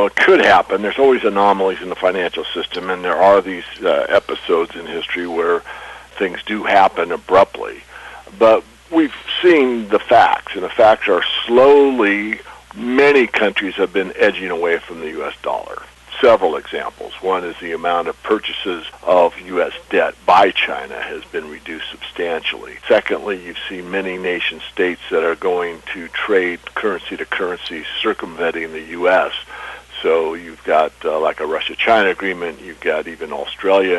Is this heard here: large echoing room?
no